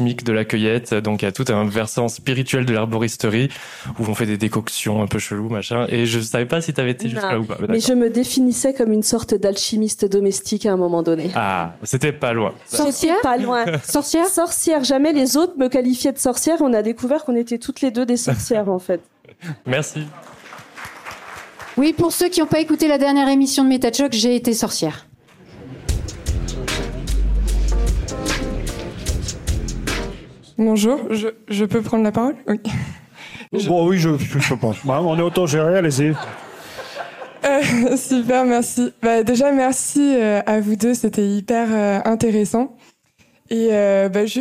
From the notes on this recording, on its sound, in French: Dans cet échange enregistré en avril dernier, lors des Rencontres de l’esprit critique de Toulouse.